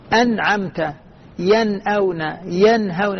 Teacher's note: لاحظوا ما زدت فيها غنة ولا أعطيت تشديدا · Term: الإظهار